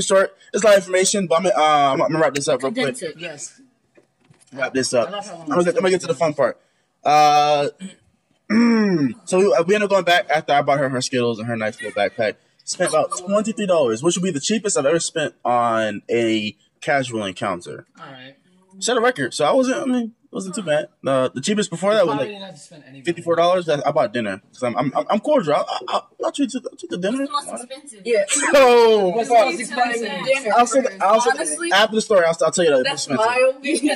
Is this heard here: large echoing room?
no